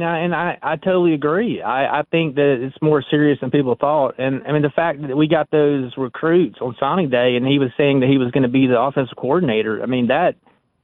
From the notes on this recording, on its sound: we continue with more of your phone calls.